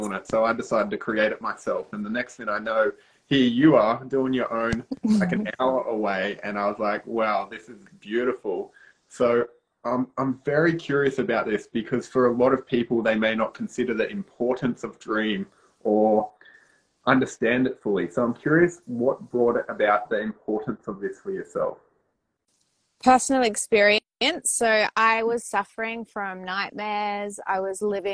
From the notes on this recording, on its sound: This is an audio grab from an instagram live video we did together.